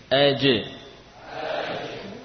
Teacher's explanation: Sambil dirasakan bahwa memang bagian tengah lidahlah yang menjadi asal huruf jim ini, dengan kita tempelkan ke langit-langit.